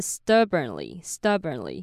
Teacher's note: 念，但其实他们真的不难念。那第一个是 stubbornly，那注意前面那个 u 啊，它是发成的音，所以是 stubborn，然后你最后再加上一个 ly 就好了。但是呢，很多人呢会把那个母音念得很平，会变成 stubbornly。但是比较好的念法是 stubbornly，所以后面那个 burn 的卷舌音大家也要注意一下